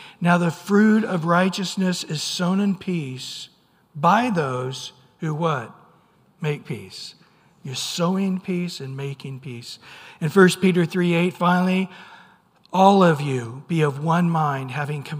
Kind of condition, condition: setting, large echoing room